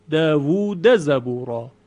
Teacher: دال در ز ادغام نمیشه اینجا. چرا؟ چون دال مفتوحه، ما قبلش صدای کشیده واو هست، واو مدی